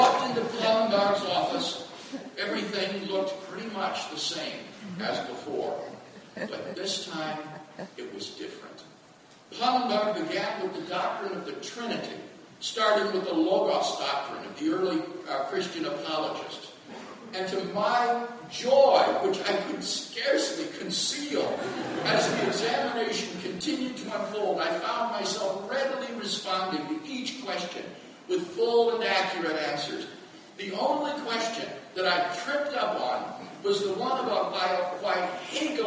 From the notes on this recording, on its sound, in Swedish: Inspelad i Betlehemskyrkan, Stockholm 2012-04-22.